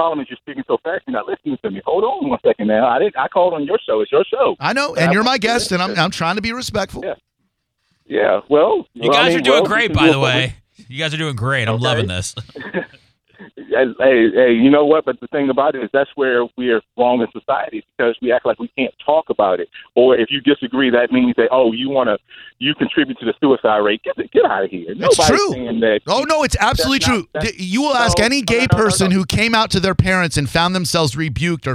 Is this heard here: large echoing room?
no